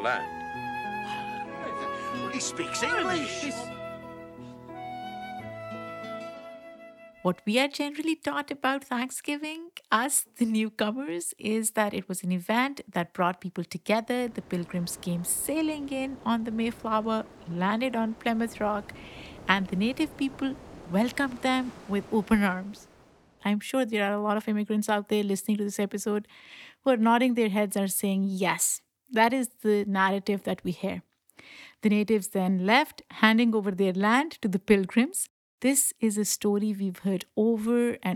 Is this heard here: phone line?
no